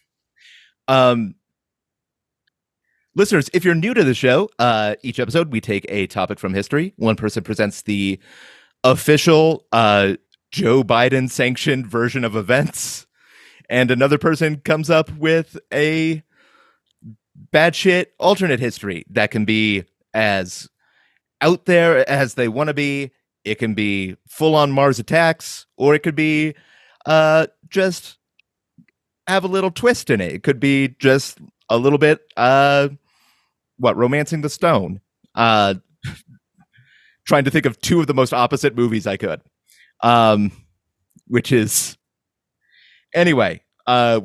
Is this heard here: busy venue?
no